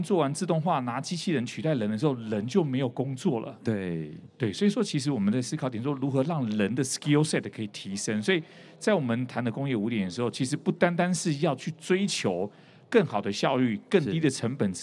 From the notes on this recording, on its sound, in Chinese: 本集節目於2022年「台灣國際智慧製造系統整合展（TIIM）」展期間錄製